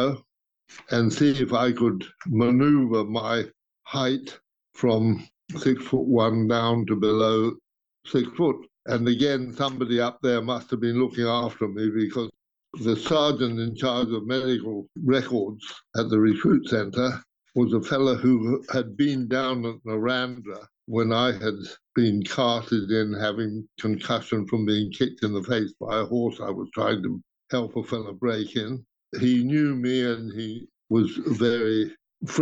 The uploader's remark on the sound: over an international Zoom call